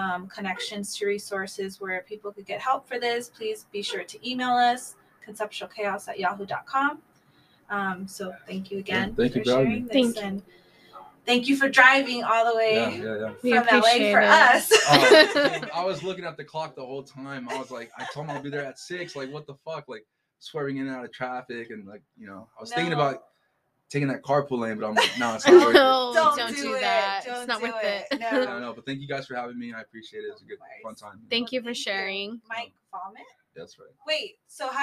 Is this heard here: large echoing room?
no